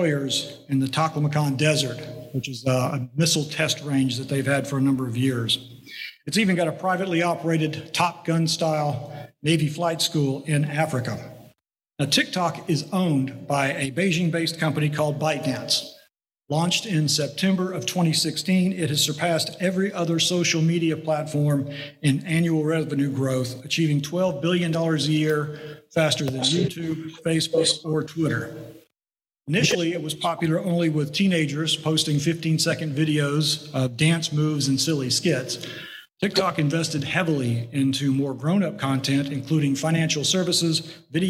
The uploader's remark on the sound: Presentation at GNSI’s First Tampa Summit